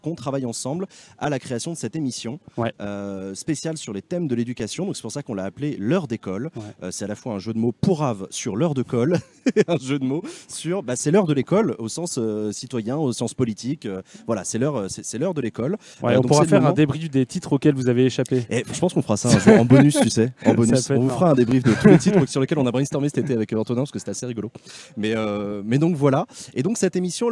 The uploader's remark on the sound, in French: Émission réalisée en direct des Universités d'été de Ludovia, à Ax-les-Thermes, en partenariat avec la Ligue de l'Enseignement.